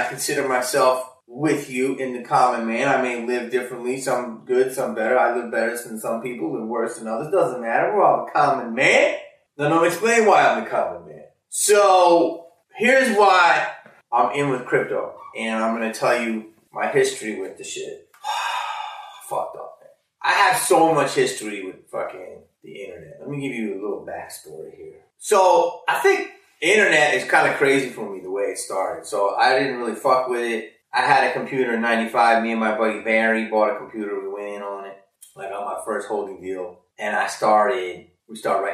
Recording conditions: poor microphone